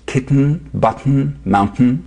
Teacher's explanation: instead of the T exploding the normal way, with the tip of your tongue releasing forward, T, the explosion happens at the back of your throat, where your throat meets the nose · Term: nasal plosion